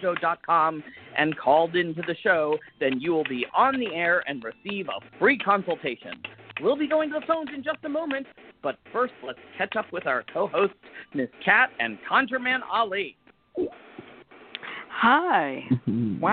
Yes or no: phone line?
yes